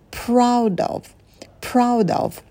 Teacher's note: Здесь на «п» добавляем придыхание. Чтобы вам было легче, то немного округлите губы, вытяните их, подготовьтесь к звуку «р».